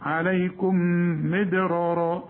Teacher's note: الدال بقى قلقلها ورققها